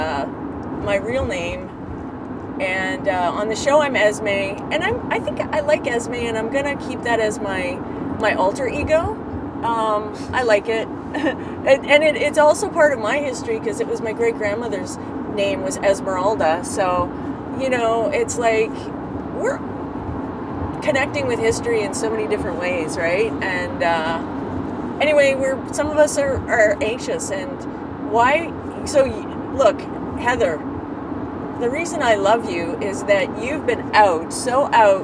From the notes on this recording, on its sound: In the car on the way to the protest at Grand Valley Institution (GVI) in Kitchener, Ontario.